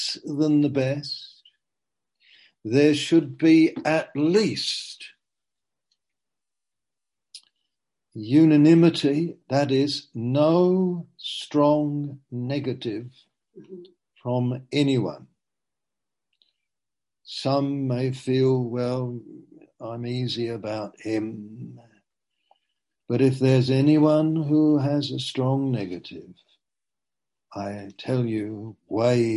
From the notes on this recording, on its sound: Q & A (Zoom). Teign Valley Sessions.